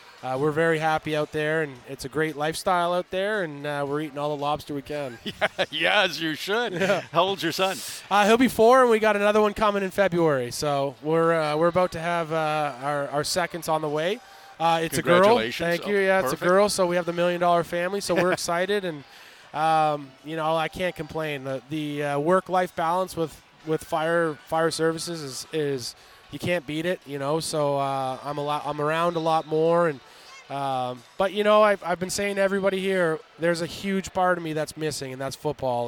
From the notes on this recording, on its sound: We continue your coverage of the Grey Cup Festival in Hamilton with several events kicking off across the city. At Fan Central in Hamilton.